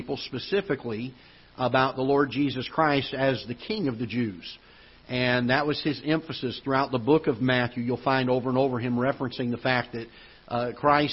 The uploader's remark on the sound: Ketha Heights Baptist Church ~ Live Broadcast